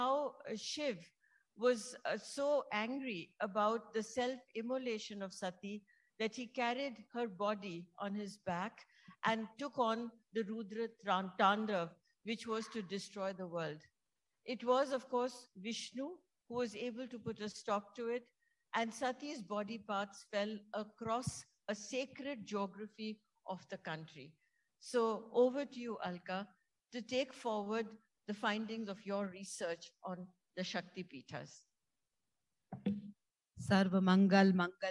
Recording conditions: live audience